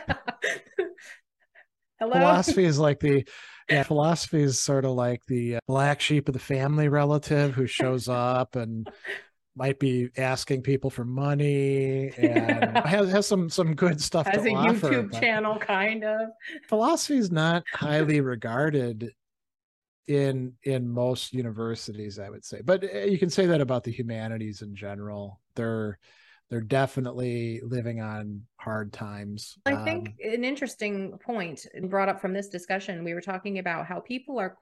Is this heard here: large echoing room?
no